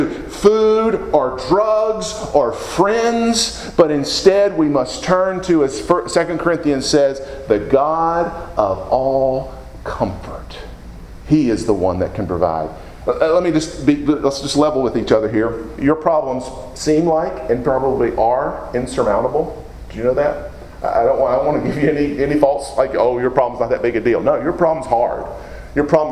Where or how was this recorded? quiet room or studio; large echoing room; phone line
large echoing room